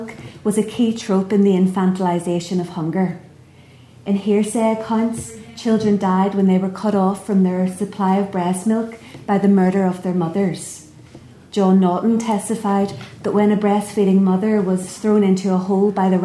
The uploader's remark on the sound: at the 2022 Tudor and Stuart Ireland Conference.